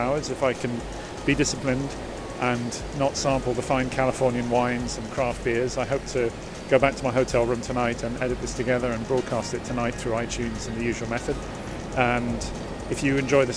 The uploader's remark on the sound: live from day one of NCBDS 32